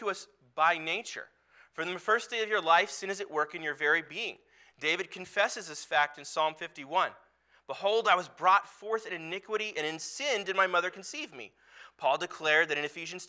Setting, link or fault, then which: setting, large echoing room